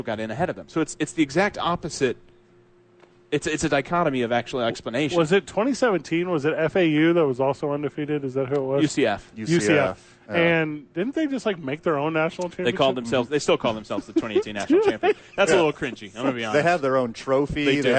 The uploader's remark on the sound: live from the ABQ DUKES Store!